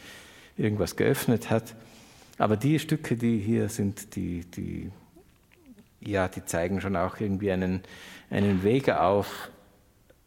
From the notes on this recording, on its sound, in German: im Rahmen eines Konzerts live vor Publikum aufgezeichnet